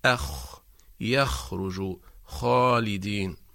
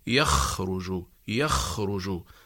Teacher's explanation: نلاحظ أن المخرج مفتوح وليس فيه انقفال · Shown in: first take · Term: الخاء